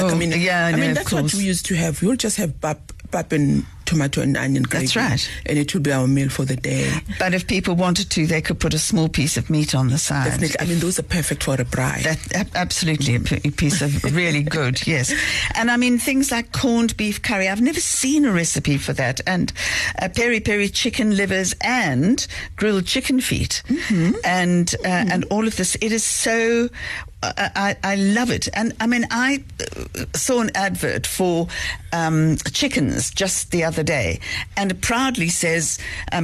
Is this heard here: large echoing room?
no